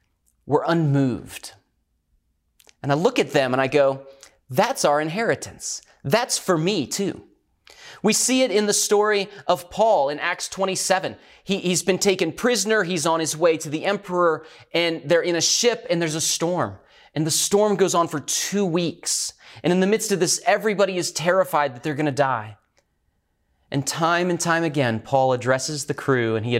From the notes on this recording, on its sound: Recorded at Northlands Church on May 17, 2020.